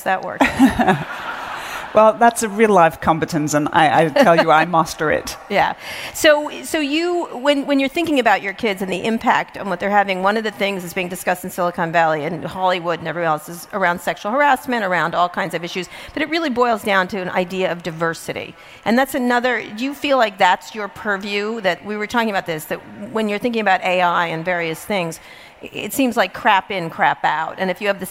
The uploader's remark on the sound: in front of a live audience at Web Summit 2017 in Lisbon, Portugal